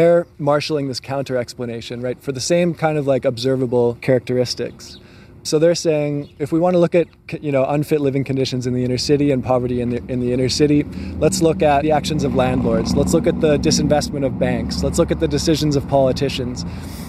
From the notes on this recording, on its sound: Exploring Inner City Winnipeg. For a walking tour of inner-city history.